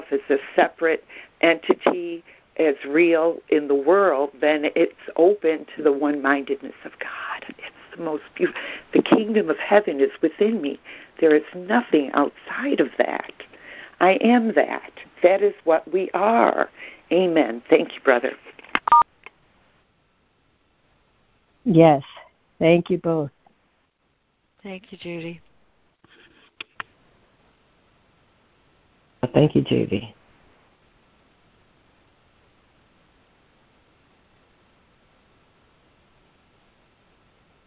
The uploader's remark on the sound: ACIM Daily Conference Call.